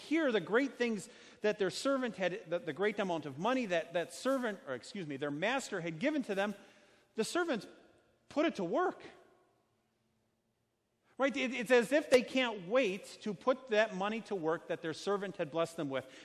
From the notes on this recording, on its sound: A sermon preached on Sunday, August 18, 2019, at Our Savior Lutheran Church in Birmingham, AL.